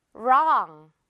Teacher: 입을 크게 벌려주는 것도 기억을 하면서 W 없이 R부터 시작하면 됩니다. · Term: W 묵음